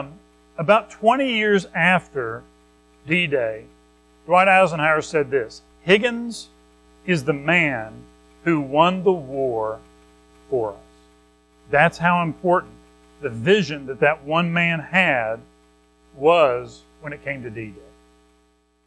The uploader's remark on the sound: Recorded at Madison Baptist Church in Madison WV on Oct 8, 2023